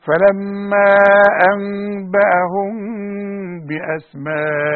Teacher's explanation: الميم مع الباء يحصل لها إخفاء بغنة